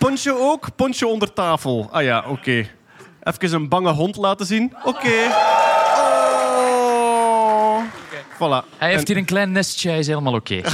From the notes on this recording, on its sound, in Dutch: Live bij St. Bernardus. Een live Nerdland special opgenomen in de brouwerij van St.